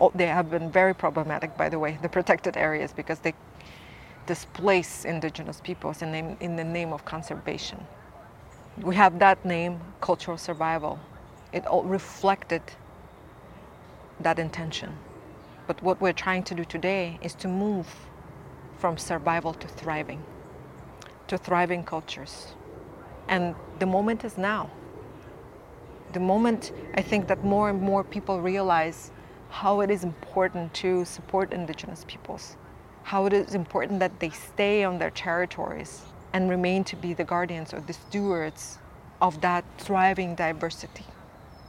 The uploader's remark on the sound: At the International Funders for Indigenous Peoples' Global Conference in Mexico, we videoed a very inspiring conversation